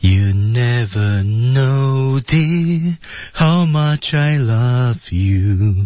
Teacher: Dear 后面有个停顿啊，Dear 和 Love 关键词啊